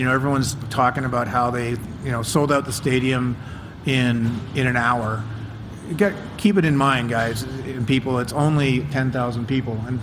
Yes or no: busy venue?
yes